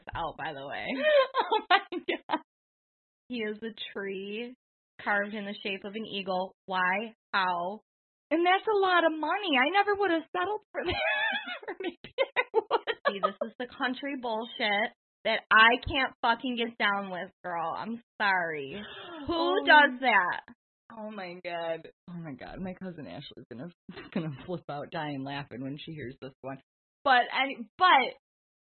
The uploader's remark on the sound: For their very first live recording, they were flying high’. Please bear with us as we get our studio set up – the sound isn’t up to our normal high quality.